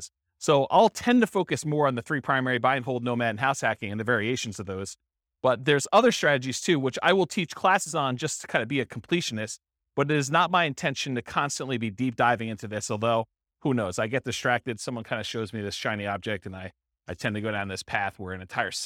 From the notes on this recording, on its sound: This was a live class recorded